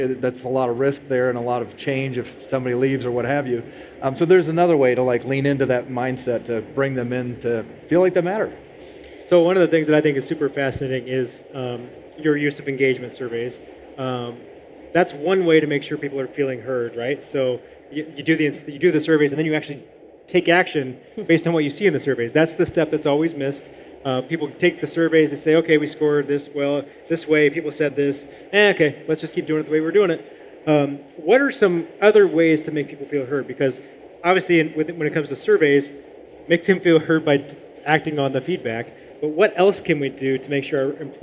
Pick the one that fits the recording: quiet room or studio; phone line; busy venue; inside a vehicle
busy venue